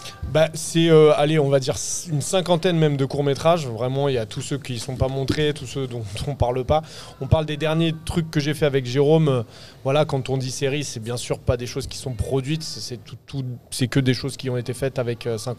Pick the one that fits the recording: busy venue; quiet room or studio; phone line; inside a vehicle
busy venue